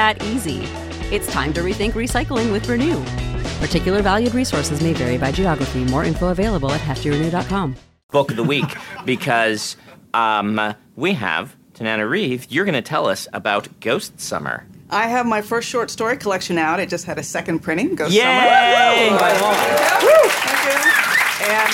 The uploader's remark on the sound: This episode was recorded aboard Oasis of the Seas